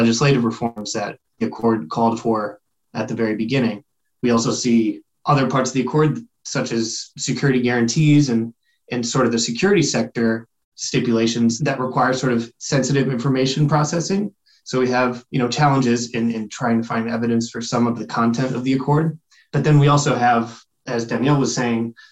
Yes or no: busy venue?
no